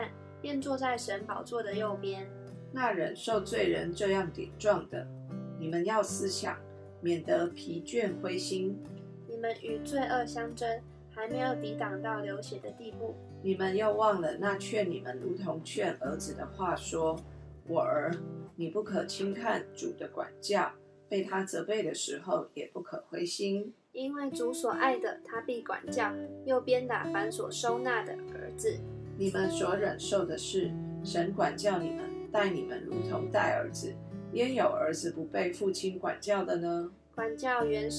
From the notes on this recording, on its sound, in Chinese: 今天換一個角度錄音，所以錄到許多刷刷刷的聲音，可惡啊！